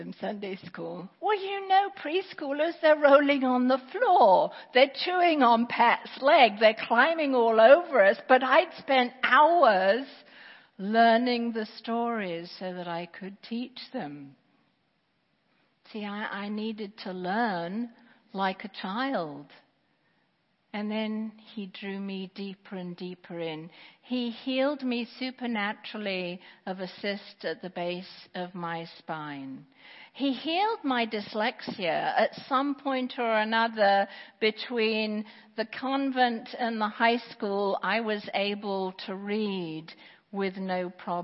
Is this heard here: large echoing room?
yes